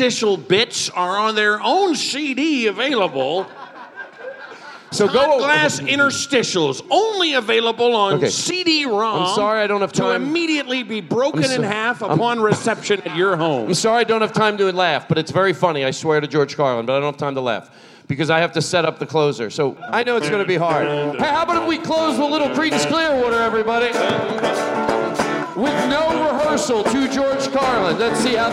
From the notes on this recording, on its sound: Live from the LA Podcast Festival!